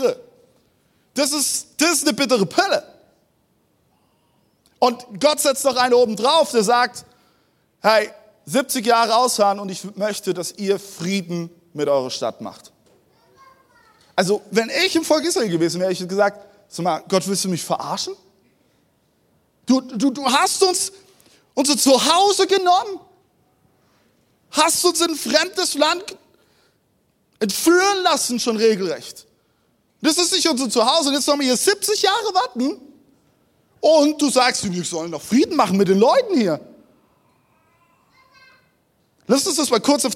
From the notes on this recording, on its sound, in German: Audiomitschnitt der Predigt vom 12.